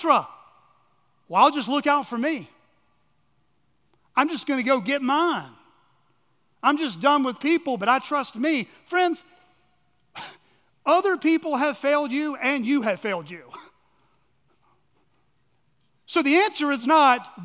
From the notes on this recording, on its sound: on the morning of October 1, 2023, at Chaffee Crossing Baptist Church in Barling, AR